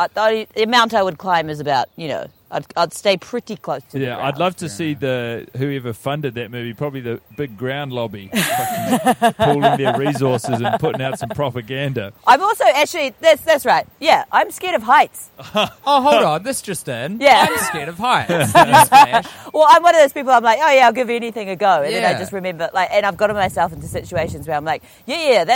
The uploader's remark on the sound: Welcome back to the podcast mini-series recorded in a tree. Inside of an Auckland park.